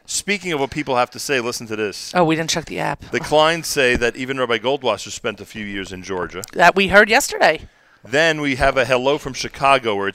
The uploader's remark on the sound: Live from Beth Jacob Atlanta